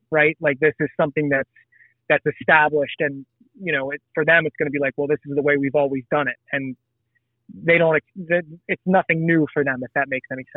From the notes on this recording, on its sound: I sit down via phone